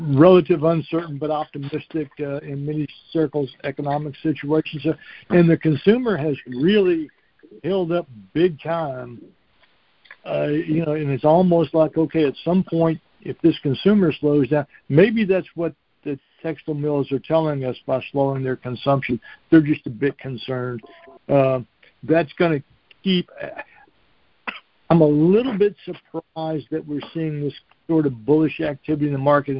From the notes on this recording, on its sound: Monthly Cotton Conference Call.